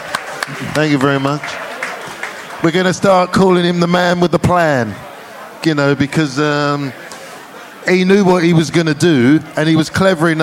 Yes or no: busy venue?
yes